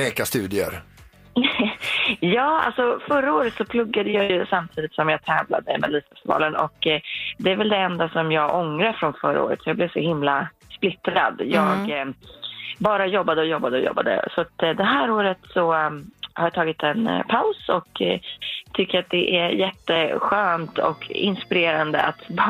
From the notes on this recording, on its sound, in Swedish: Dessutom ringer en hemlig kändis från kommande deltävling i Melodifestivalen in i Vem E Detta Nu Då